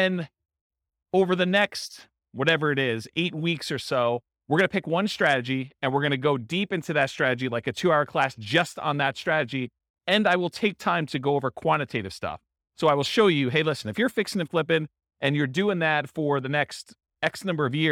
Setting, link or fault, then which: setting, live audience